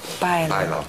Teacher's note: Видите окончание «ан», а ударение на предпоследний слог